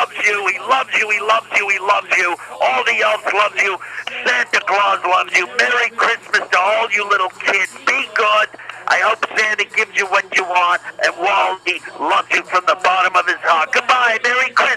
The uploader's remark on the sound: children's phone calls